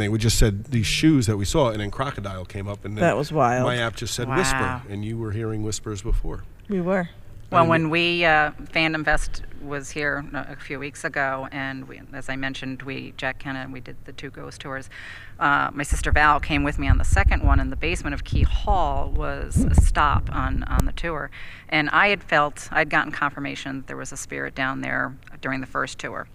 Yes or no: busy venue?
yes